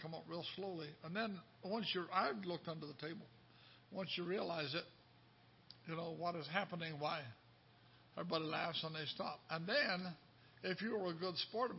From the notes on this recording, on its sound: Ketha Heights Baptist Church ~ Live Broadcast. This is a live broadcast from the auditorium of Ketha Heights Baptist Church in Festus, Missouri.